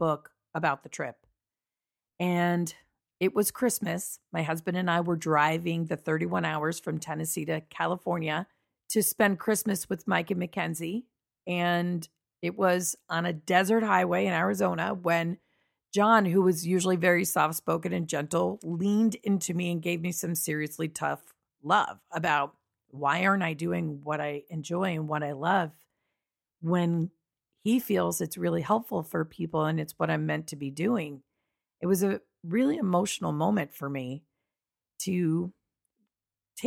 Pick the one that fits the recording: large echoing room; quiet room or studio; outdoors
quiet room or studio